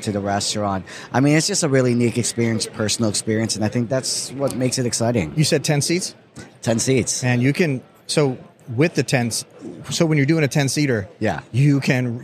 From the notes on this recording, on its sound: This is a short interview we were fortunate to record while at the NAFEM23 show in Orlando.